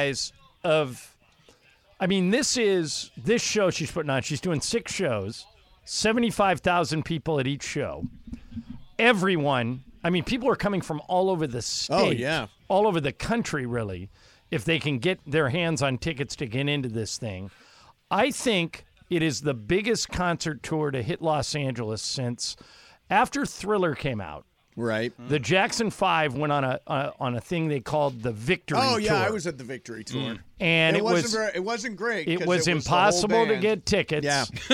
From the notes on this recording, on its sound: LIVE from Rams Camp in the City of Irvine. SUPER CROSSTALK.